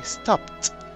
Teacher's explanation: There is no vibration on the last sound, so we say stopped.